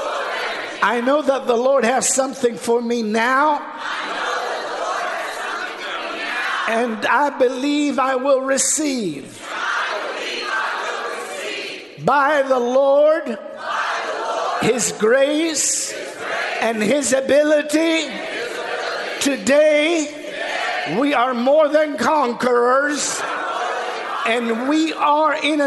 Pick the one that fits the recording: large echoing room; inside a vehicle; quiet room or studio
large echoing room